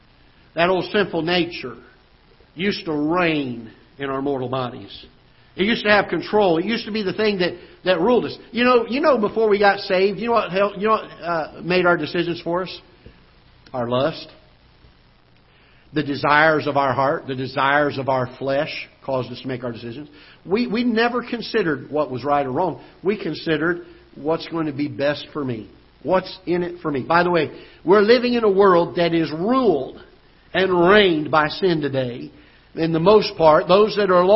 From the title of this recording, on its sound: Ketha Heights Baptist Church ~ Live Broadcast